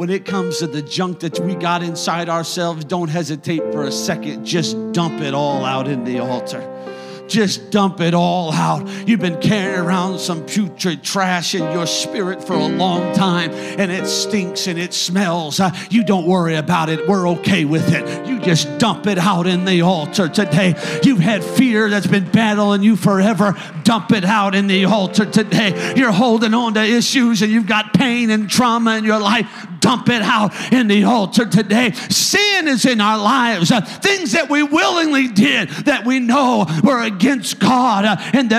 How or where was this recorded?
large echoing room